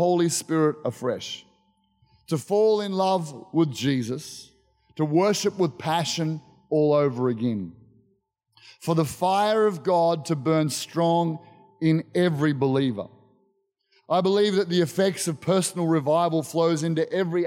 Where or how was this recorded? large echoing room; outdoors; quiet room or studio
large echoing room